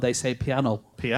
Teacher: It's not exactly a full L, but it's kind of a slight L on it.